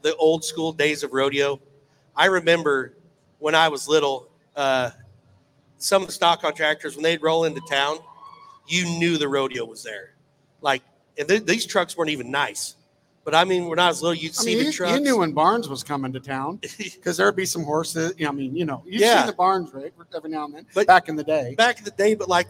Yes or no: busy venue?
yes